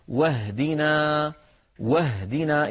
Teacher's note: انتقلنا من الواو إلى الهاء ولم نقل واهدنا، فالهمزة سقطت هنا لأنها صارت في وسط الكلام. بينما لو بدأنا بكلمة بفعل اهدنا كما في الفاتحة نقول اهدنا اهدنا. · Term: همزة الوصل